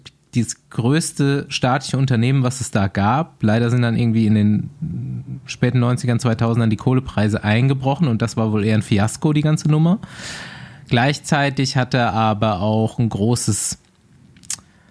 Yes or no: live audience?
no